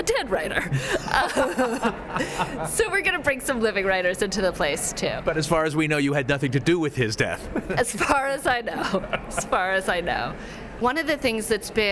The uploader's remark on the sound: Recorded LIVE at the 2018 Shakespeare Theatre Association Conference.